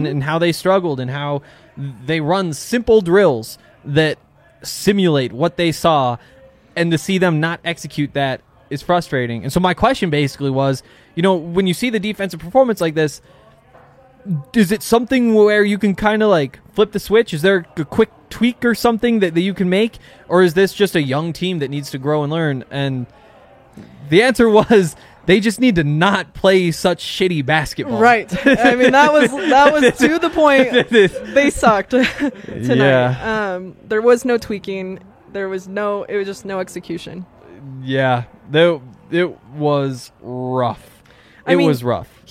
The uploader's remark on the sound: LIVE from the DNVR Bar